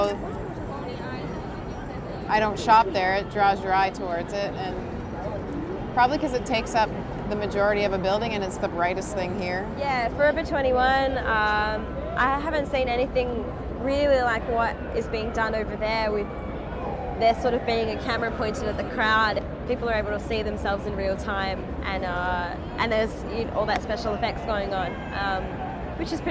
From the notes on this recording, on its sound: while recording at Times Square in New York City.